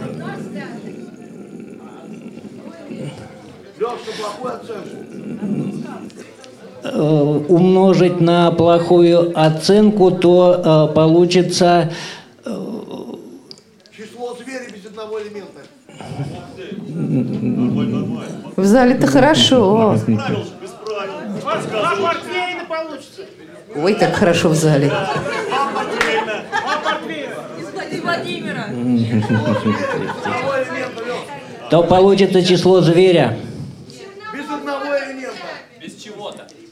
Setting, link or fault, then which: setting, busy venue